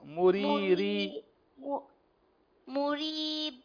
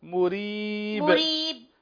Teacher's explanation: ترقيق الراء وقلقلة الباء